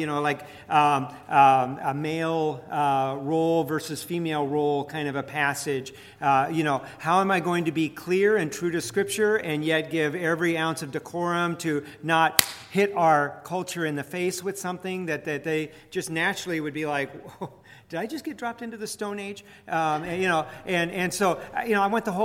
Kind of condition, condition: setting, live audience